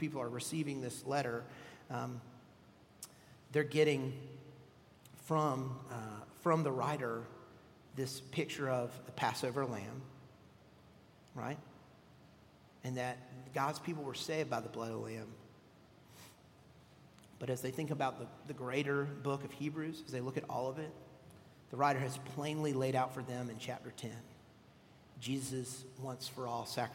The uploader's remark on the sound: at Redeemer Presbyterian Church in Charleston, SC